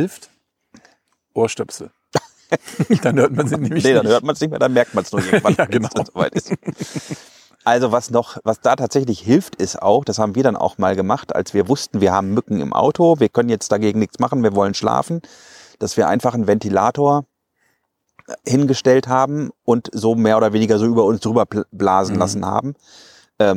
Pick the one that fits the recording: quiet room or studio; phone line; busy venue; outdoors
outdoors